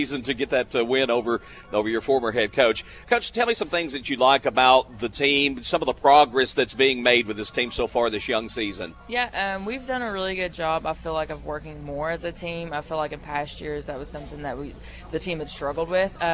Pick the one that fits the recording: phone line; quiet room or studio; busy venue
busy venue